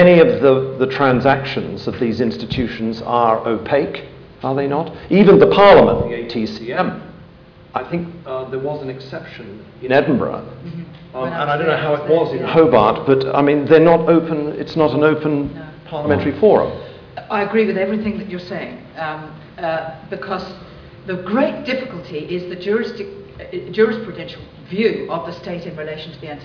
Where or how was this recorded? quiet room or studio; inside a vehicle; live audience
live audience